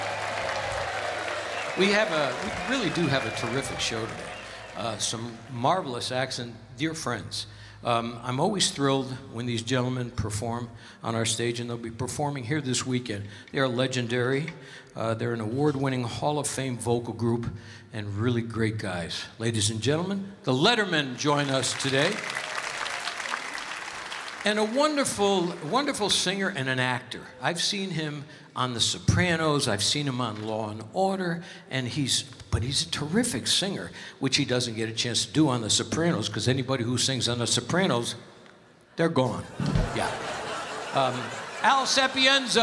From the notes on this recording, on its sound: Live at the South Point Casino